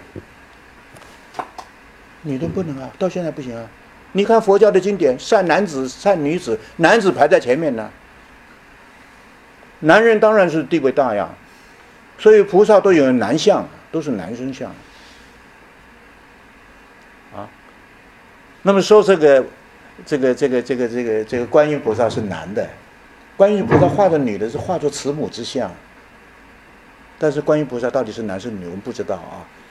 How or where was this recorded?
large echoing room